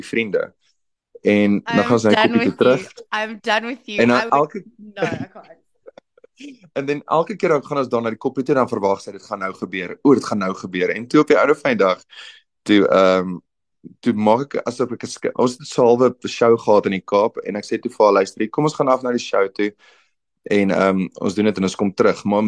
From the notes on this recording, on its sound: on a Zoom